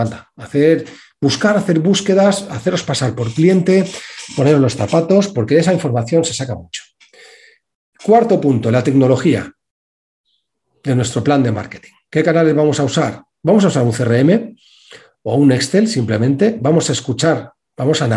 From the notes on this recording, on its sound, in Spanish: Hace unos dias participé en un taller en la Cámara de Comercio sobre cómo y porqué tener un buen plan de marketing. Este es el audio del webinar.